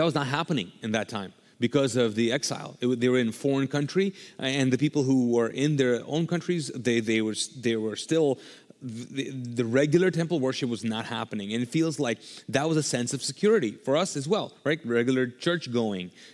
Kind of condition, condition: setting, large echoing room